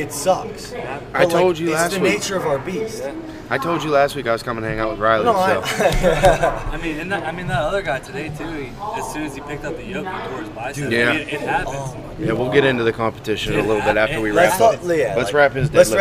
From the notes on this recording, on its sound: The 580 Show is back, live from the AIRPORT!